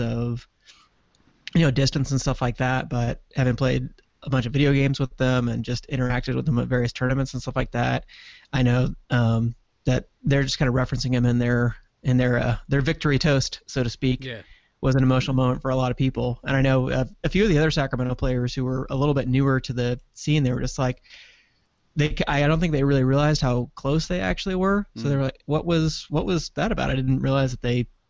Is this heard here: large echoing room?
no